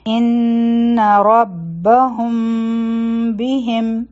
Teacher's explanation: دلته کې به اخفا میم ساکن وي، یعنی اخفا شفوي، نو دلته به دوه سیکنډه ټایم ورکو او اخفا به ادا کړو، نو دا به شي ان ربهم بهم.